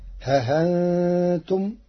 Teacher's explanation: قرأ ورش كلمة ها أنتم بتسهيل الهمزة وإبدالها حرف مد للساكن، فتصير ها أنتم، وأيضا ها أنتم جمعا بين اللغات العربية، أو إعراضا فلا جناح عليهما.